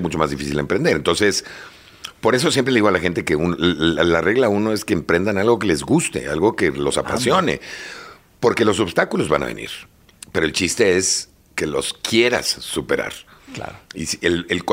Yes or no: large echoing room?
no